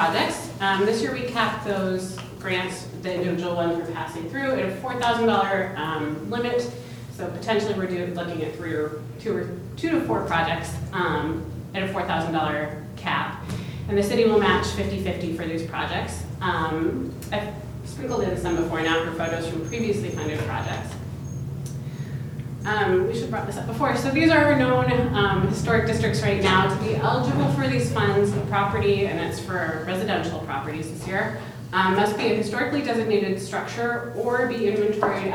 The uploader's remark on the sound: Live recording of Astoria City Council meeting, March 18, 2019, Astoria City Council chambers.